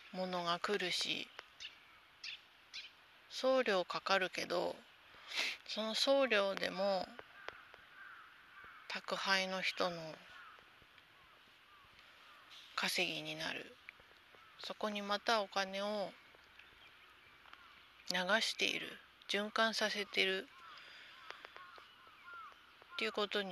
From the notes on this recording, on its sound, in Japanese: 第３０回 早朝さんぽ収録。朝のさんぽ途中に収録してみました。家のすぐそばの公園で、ベンチに座ってみたり、歩きながら収録してみたり。人が通る度にドキッとします(笑)鳥の声が、聴こえるといいのですが。